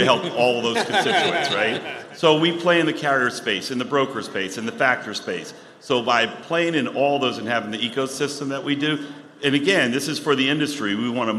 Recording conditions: busy venue